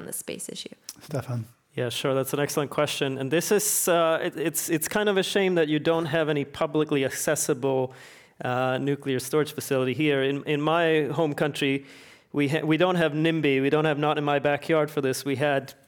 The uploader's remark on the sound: Part One of this program was recorded in front of a live audience at The Commonwealth Club in San Francisco on July 11, 2019. Part Two was recorded at the Commonwealth Club in San Francisco on January 17, 2019.